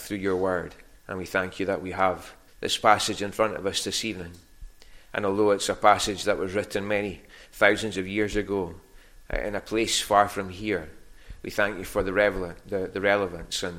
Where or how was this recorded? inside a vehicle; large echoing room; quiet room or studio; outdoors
large echoing room